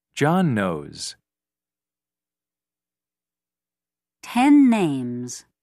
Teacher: Step 2. The sound N links to another N sound at the beginning of the next word. · Term: Linking with the sound N